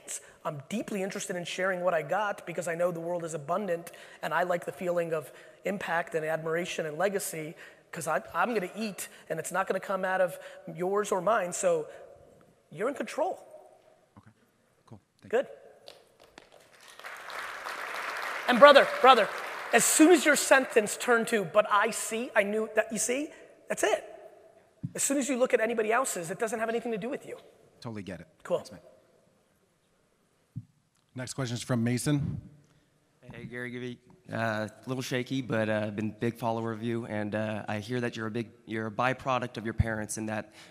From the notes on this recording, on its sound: A keynote I gave at the AIME Fuse event for mortgage brokers in 2019.